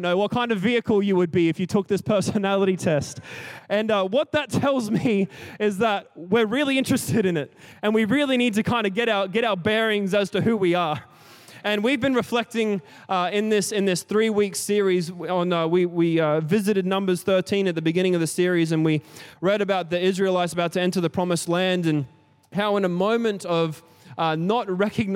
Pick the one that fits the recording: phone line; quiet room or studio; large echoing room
large echoing room